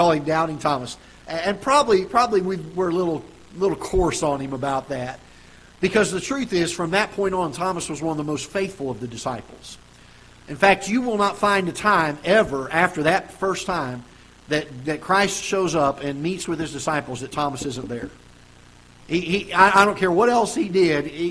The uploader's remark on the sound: Ketha Heights Baptist Church ~ Live Broadcast